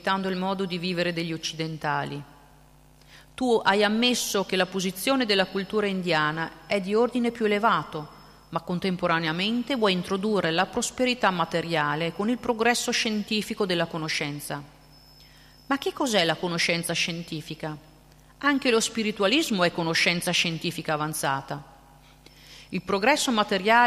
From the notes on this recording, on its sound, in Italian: In diretta dal Tempio di Villa Vrindavana.